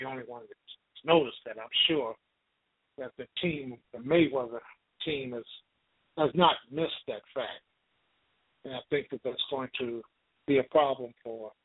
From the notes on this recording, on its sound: LIVE and call-in broadcast.